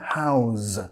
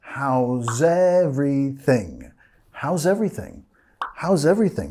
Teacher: Nota acá, how is, how's. Nota el signo de Z ahí, how's. Y vamos a vincular, how's everything